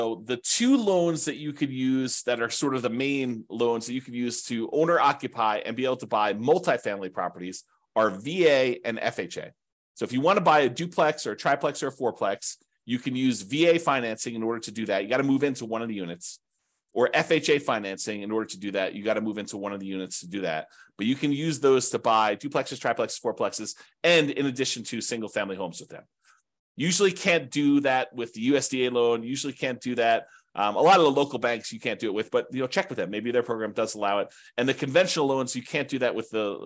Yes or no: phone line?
no